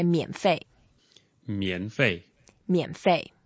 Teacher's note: So 费 is the fourth tone, you go down, 费费 Yep, and 免 as a third tone, we can go down first and up